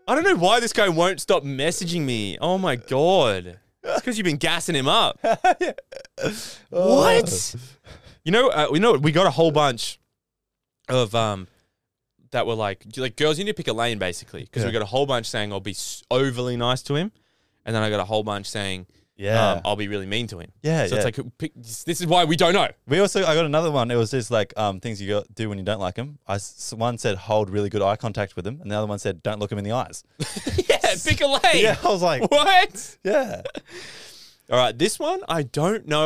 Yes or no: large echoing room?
no